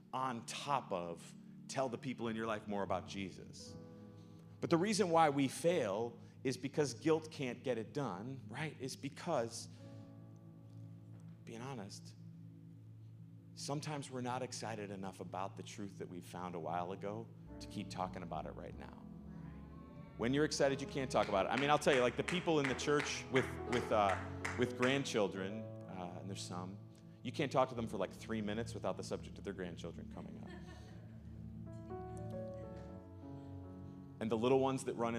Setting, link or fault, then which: setting, large echoing room